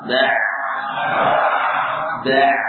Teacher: tampak jelas sifat tawassul pada ain, ya, sifat mengalirnya suara ain saat da' da' ini ciri khas dari ain.